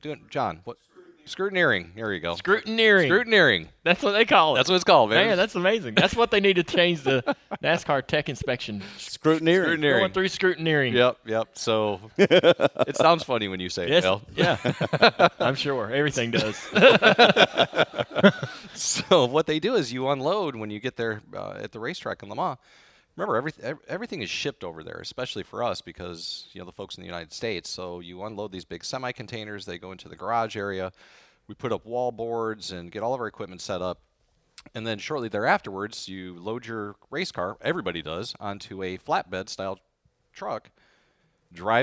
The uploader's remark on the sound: Live from Daytona. Are live from the Daytona 500 at the Chevy Experience.